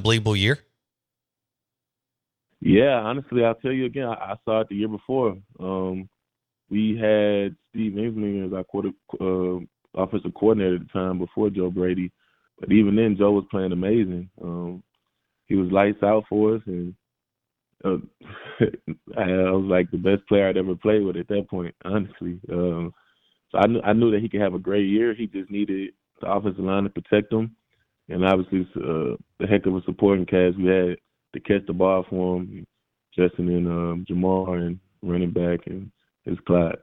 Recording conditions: phone line